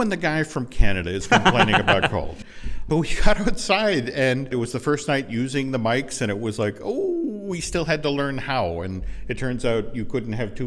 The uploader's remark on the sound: Croix room at the Loews Sapphire Falls Resort. In front of a live audience.